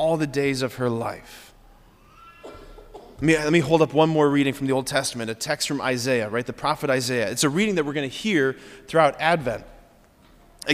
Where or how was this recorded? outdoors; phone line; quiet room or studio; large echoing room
large echoing room